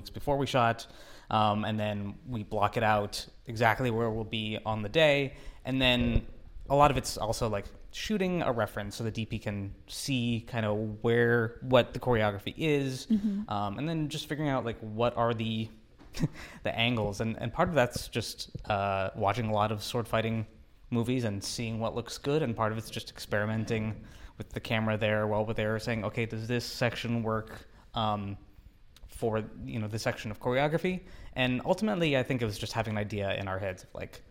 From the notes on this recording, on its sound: We are live, on-location at the Broadwater for We Make Movies International Film Festival